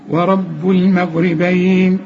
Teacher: علشان الغين هنا مفخمة، طب ما هو اللام والالف والميم كده كلها مرقق